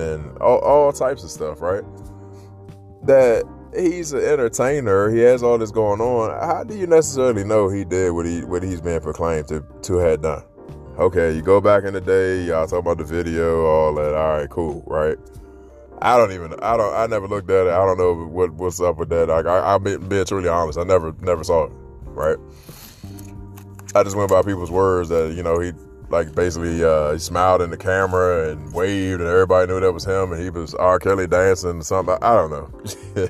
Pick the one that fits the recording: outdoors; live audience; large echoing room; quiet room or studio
outdoors